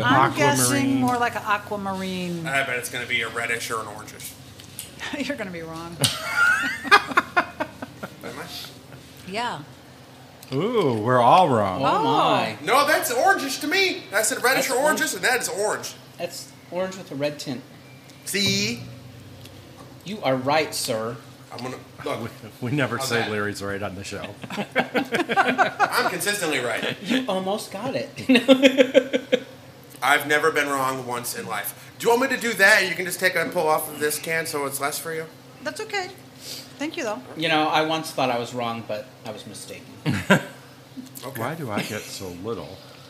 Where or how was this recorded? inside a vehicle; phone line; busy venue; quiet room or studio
busy venue